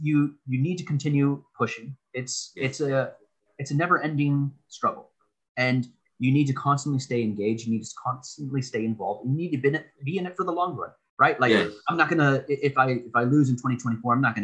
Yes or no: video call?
yes